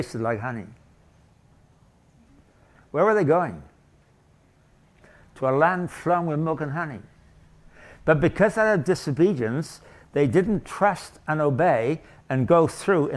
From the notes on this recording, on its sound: Session from the 2023 Thanksgiving Conference at His Hill Bible School in Comfort, Texas. Session from the 2023 Thanksgiving Conference at His Hill Bible School in Comfort, Texas.